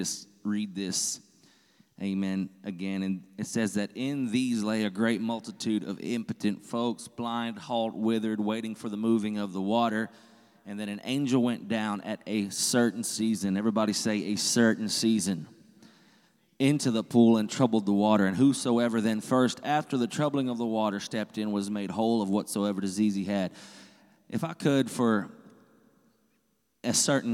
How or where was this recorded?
large echoing room